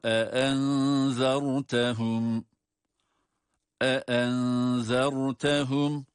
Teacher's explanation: Arka arkaya gelen iki tane hemze var. Her ikisinin sesini de ayrı ayrı veriyoruz.